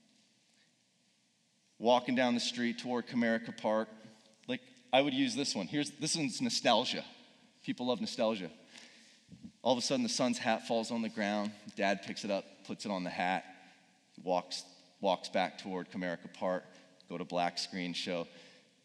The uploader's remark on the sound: Speaking in front of a live audience at Purpose Summit 2019.